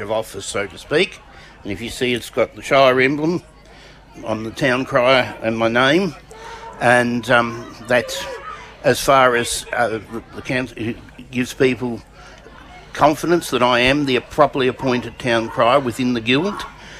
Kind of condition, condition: setting, outdoors